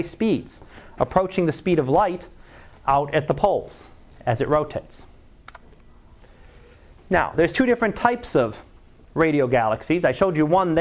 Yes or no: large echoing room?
yes